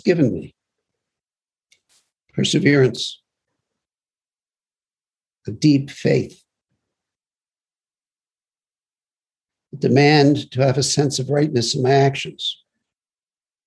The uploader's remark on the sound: Broadcasted via zoom